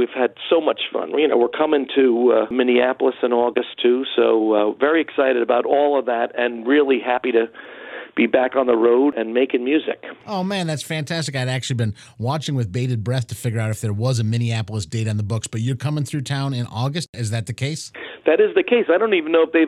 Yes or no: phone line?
yes